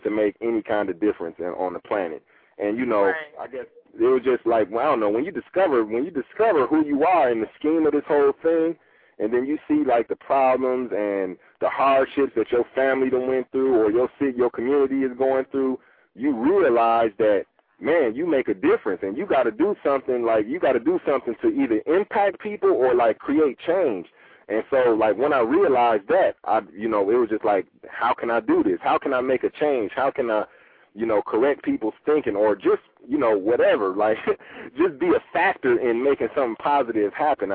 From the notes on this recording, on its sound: LIVE CALL INS!